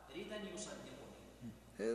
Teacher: بنقل حركة الهمزة إلى الدال الساكنة وحرف الهمزة فيه، فأصل معي ردا يصدقني، فيقرأها ردا يصدقني.